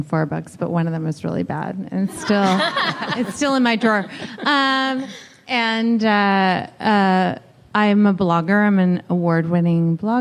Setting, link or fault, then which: setting, live audience